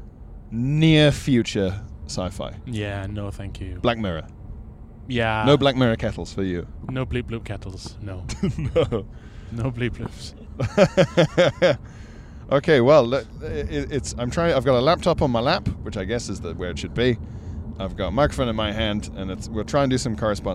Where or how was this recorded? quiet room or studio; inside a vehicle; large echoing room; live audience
inside a vehicle